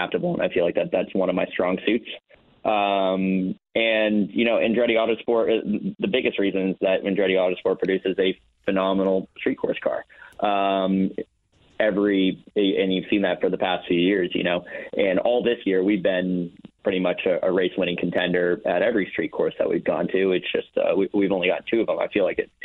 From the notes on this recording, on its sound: Taking a phone call. Taking some phone calls from fans.